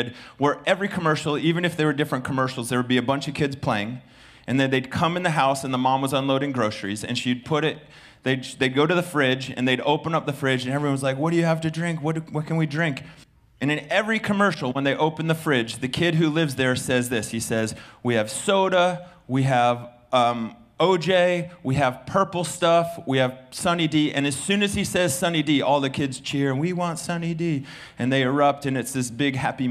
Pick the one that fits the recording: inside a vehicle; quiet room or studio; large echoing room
large echoing room